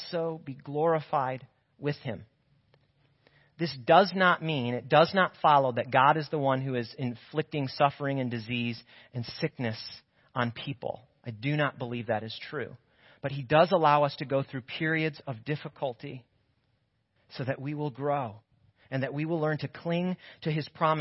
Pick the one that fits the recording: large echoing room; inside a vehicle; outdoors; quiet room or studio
large echoing room